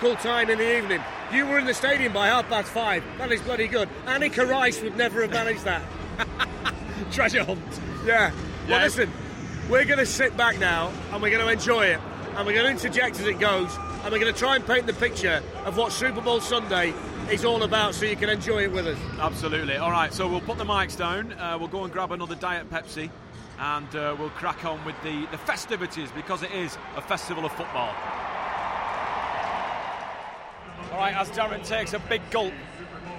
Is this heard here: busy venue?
yes